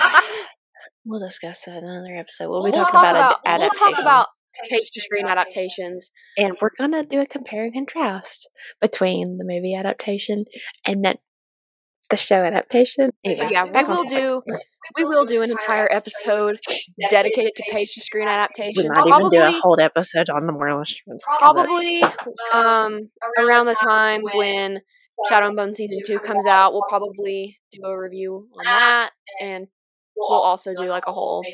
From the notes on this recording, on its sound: Please excuse our spotty audio as we continue to learn how to do this.